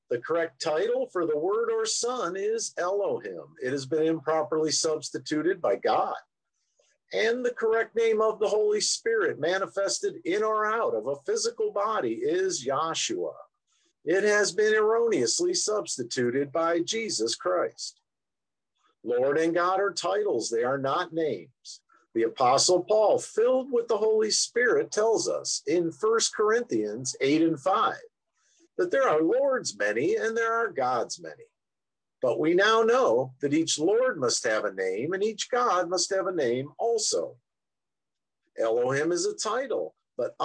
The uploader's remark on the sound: Oceanside Zoom Class.